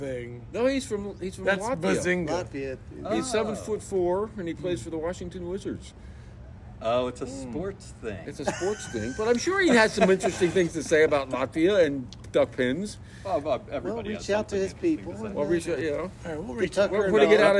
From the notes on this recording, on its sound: we are outside again with the church bells, traffic